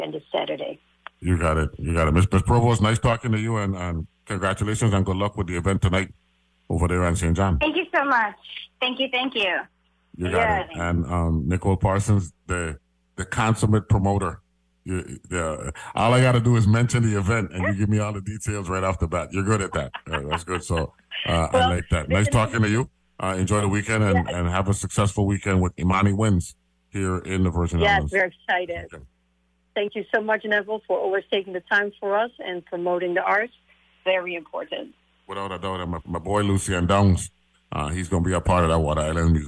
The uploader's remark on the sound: Broadcasting from St Thomas. Speaks on the phone.